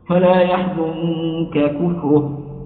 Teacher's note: النون لما أخفيت صارت الكاف كأنها مدغم فيها فأصبحت كالحرف المشدد، وهذا يمنع الإدغام، فيجب فيها الإظهار رواية عن الإمام السوسي فلا يحزنك كفره. · Term: الإخفاء